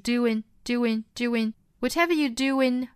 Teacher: 这个 do 和后面的 in 呢有一个元音加元音的连读，这里面需要加一个小小的半元音 w